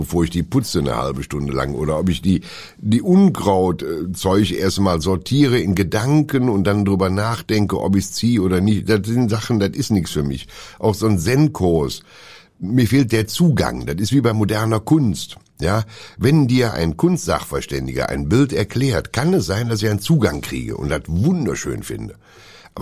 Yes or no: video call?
no